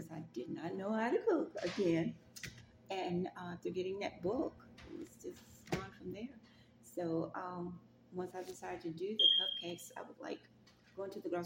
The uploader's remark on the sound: This video has some background noise